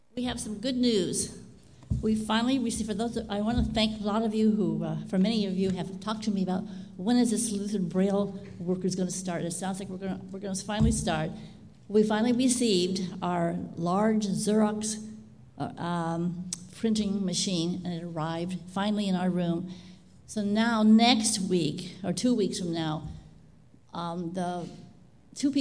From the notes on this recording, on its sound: Live Worship Service